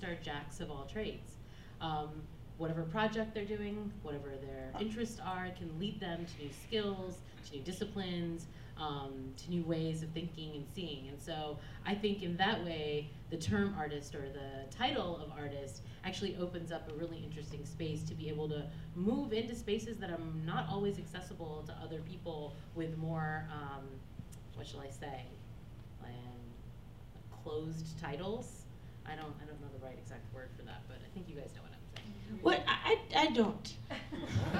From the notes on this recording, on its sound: Real Talk/KipTalk is a serial live talk show.